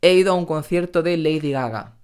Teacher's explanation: Apenas se escucha el sonido de la G, ¿vale? Pero está.